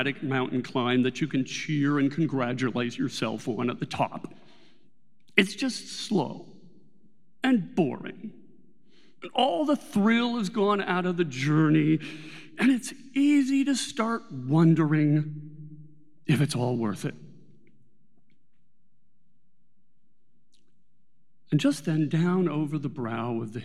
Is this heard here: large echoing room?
yes